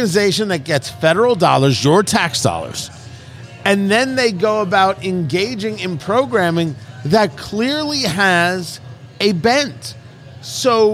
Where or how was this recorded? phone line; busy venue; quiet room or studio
busy venue